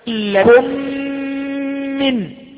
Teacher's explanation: ميم ساكنة وجاء بعدها ميم متحركة فأدغمت الأولى في الثانية · Term: إدغام مثلي